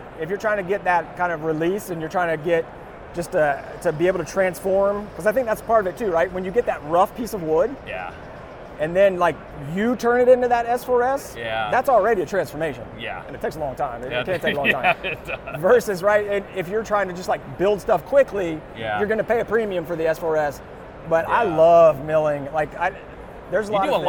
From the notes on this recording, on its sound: Live at AU 2023 in Las Vegas!